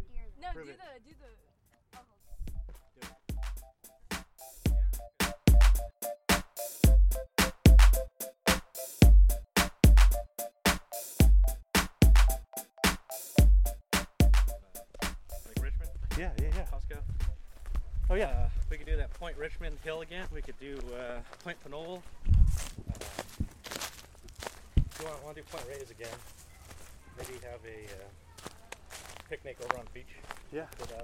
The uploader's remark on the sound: Went hiking with the kiddo and the friends. This short episode has sounds from the hike.